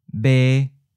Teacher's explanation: The Taiwanese B, on the other hand, is voiced much more so than in English and always sounds like the exaggerated English B.